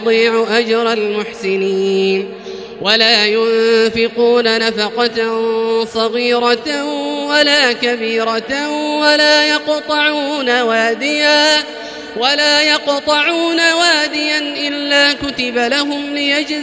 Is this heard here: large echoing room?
yes